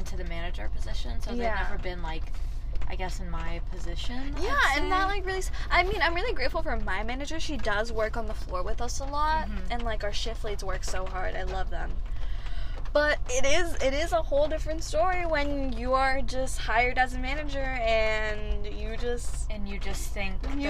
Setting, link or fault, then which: setting, inside a vehicle